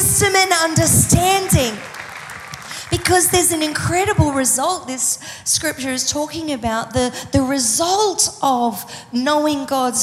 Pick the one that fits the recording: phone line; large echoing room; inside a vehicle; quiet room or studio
large echoing room